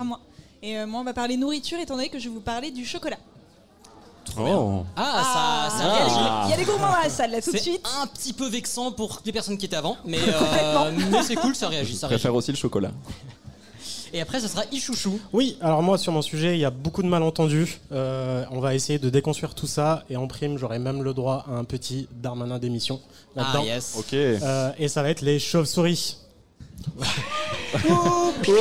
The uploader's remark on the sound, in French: Live au Culture Fest. QUEL PLAISIR d'enregistrer cet épisode en public au Culture Fest !